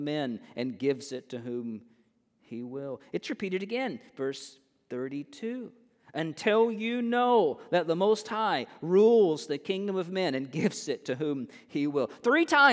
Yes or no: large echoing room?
yes